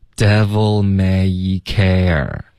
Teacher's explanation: devil 结尾的 L 的音注意别撅嘴唇,OK,是靠舌尖顶上颚的 · may 双元音大家注意是一个 a 滑到一